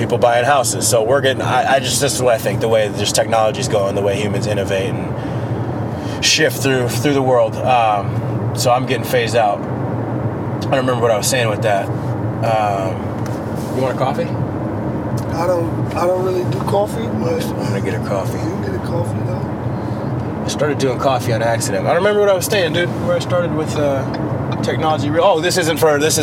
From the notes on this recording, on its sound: talks while ridin in the car